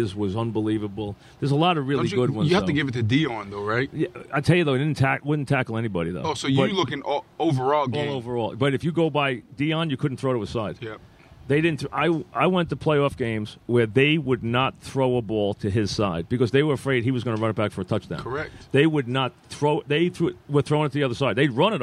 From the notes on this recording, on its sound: live from Giants camp